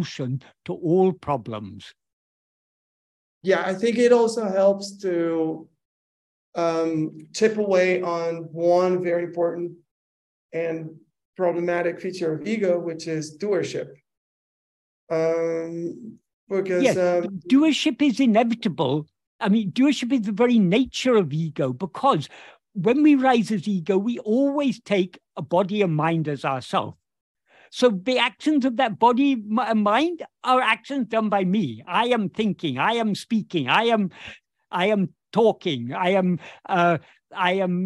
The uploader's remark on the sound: In a Zoom meeting